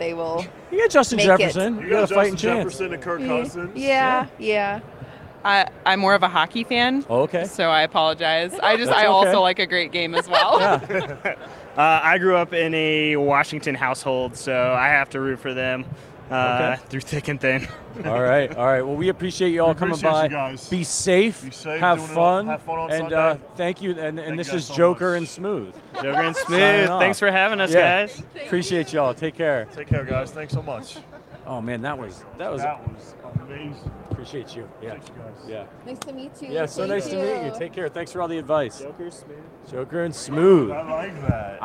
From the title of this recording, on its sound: Live from Super Bowl LVII